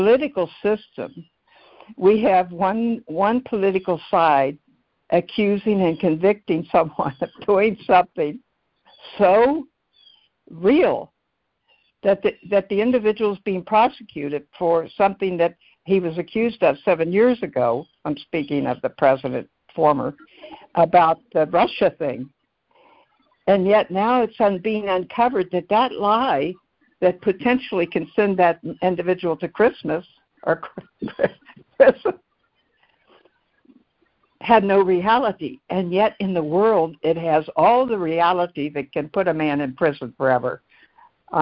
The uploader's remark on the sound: ACIM Daily Conference Call